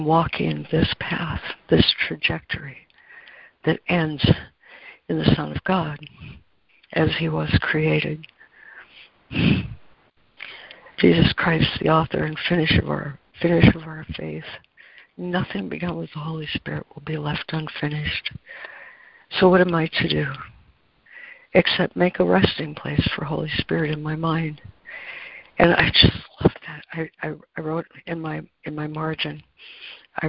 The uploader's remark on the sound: ACIM Daily Conference Call.